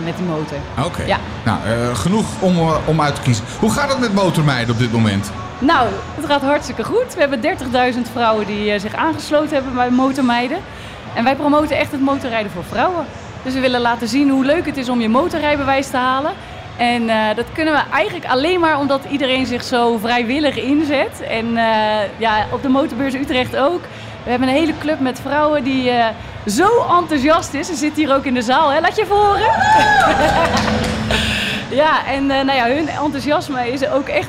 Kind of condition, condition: setting, busy venue